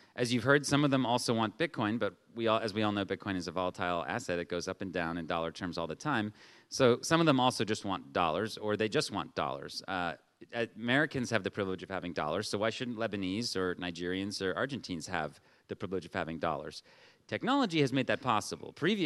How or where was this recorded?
busy venue